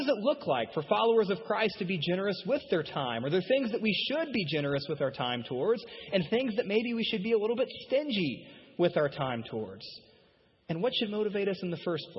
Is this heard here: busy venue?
no